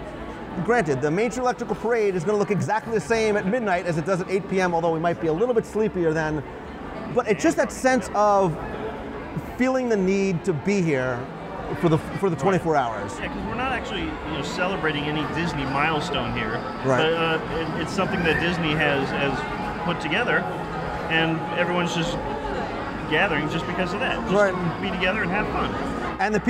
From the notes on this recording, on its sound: LIVE from One More Disney Day. LIVE interactive news show covering the Walt Disney World.